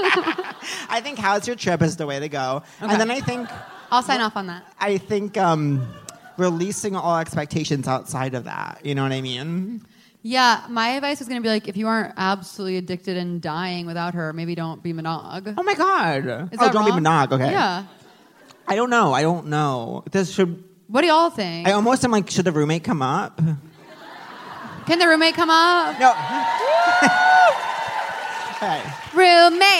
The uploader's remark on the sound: live on stage at The Bell House